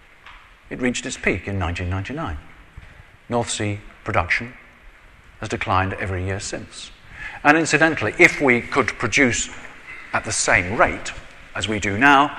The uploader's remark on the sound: I recently delivered this speech to the Association of Manufacturers of Power Generation Systems at their annual conference at the Institute of Civil Engineers in London. I recently delivered this speech to the Association of Manufacturers of Power Generation Systems at their annual conference at the Institute of Civil Engineers in London.